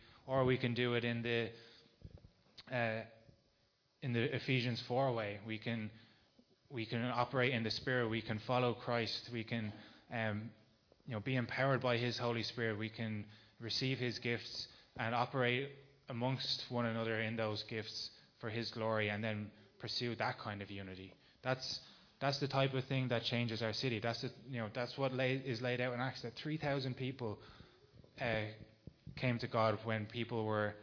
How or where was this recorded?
large echoing room